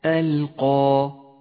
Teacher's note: والآن انتبه إلى تفخيم الألف في كلمة ألقى